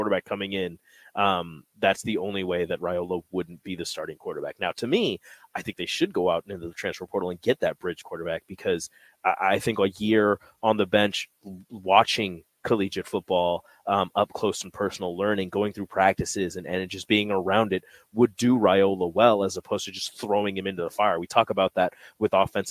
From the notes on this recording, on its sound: LIVE from CHI Health Center